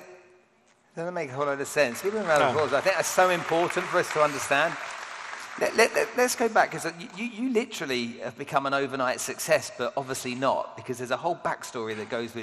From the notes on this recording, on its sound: An intimate fireside chat at the Dubai Opera House.